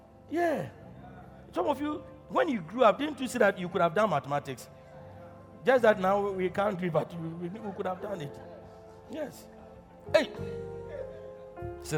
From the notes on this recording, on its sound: Preached at Loyalty House, Abbey, Dawhenya.